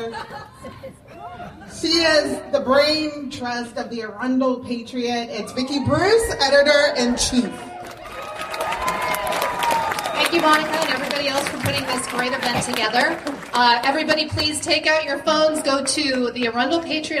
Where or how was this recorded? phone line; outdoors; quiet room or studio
outdoors